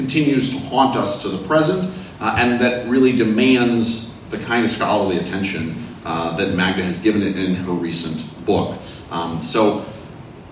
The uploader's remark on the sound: during the Center for Jewish Studies' Annual Pell Lecture on March 15.